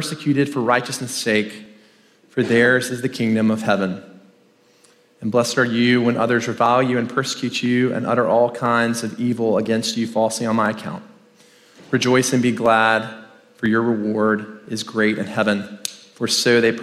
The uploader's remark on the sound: In this first main talk from the Rooted 2023 conference in Franklin, Tennessee